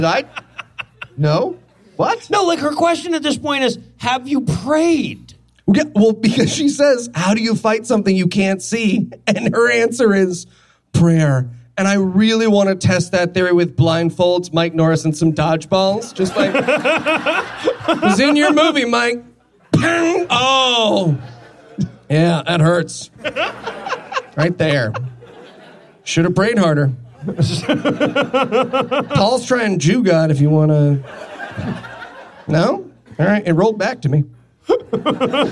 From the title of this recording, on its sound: LIVE from Los Angeles